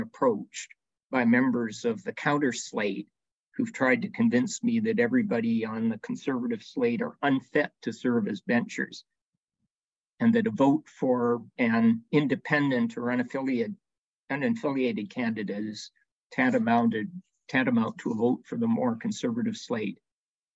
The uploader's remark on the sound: LSO Bencher Election Candidates Virtual Town Hall.